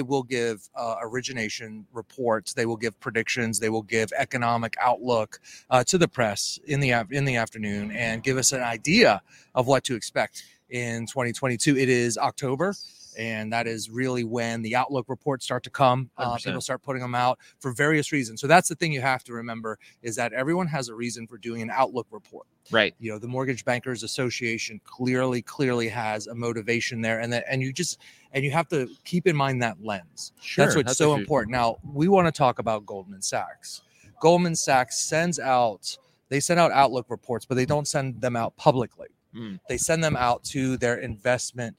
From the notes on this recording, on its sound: We're coming to you LIVE from the MBA Annual event in San Diego!